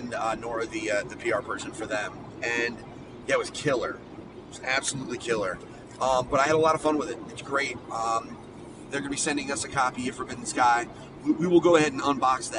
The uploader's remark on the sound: His ride home from Boston. PAXeast2019.